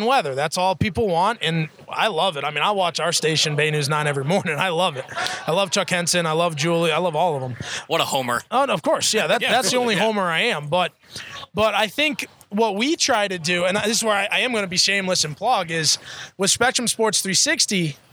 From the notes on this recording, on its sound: Record the latest edition of the Bulluminati Podcast live at the Patio with two very special guests. For everyone who came out to hang out with us.